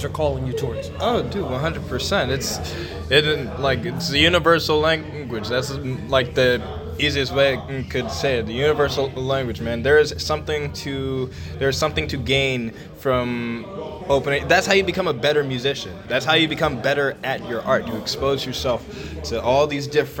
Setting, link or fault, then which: setting, busy venue